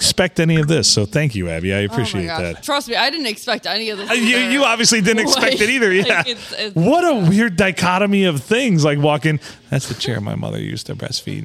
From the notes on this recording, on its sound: Recorded on a Sunday night. Serving us drinks at The Blue in the 4-69!